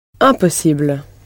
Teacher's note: with the ending pronounced ible in French, and the stress firmly placed on that ending